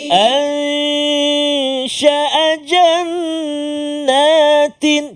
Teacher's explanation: Atas nun tu ada sabdu. Nama dia wajibul gunnah kan? Dengung dua harakat.